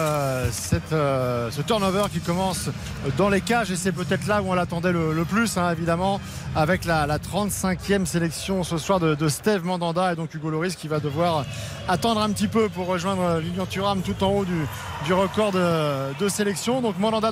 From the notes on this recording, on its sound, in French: En direct de Al-Rayyan.